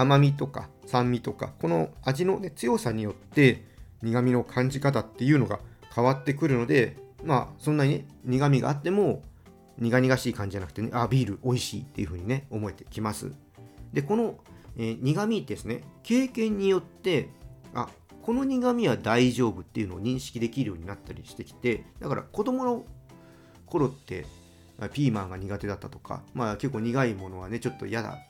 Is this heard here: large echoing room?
no